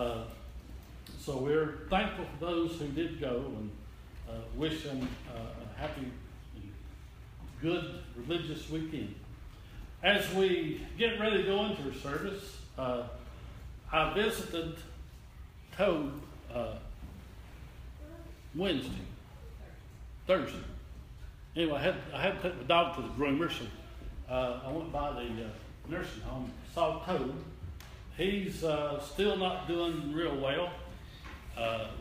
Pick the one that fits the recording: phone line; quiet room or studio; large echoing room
large echoing room